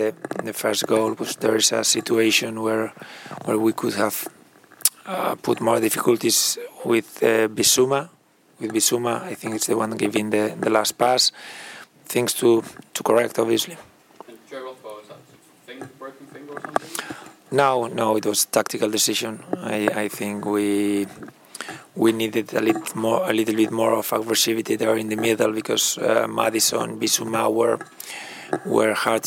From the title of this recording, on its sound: PRESS CONFERENCE